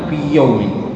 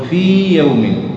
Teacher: إيتي بالياء الساكنة الممدودة ثم الياء المفتوحة · Shown in: second take · أبن وأظهر الياء ولا تدغمها. · Term: ياء مدية